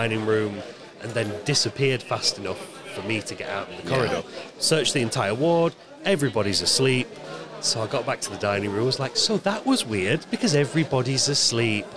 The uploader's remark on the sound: In this episode we are recording live from SciFi Scarborough, and we invited guests to come and share their personal experiences with the supernatural with us.